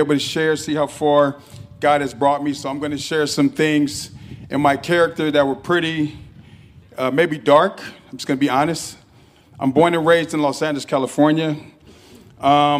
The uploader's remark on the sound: SUMMERFEST at Torrance Park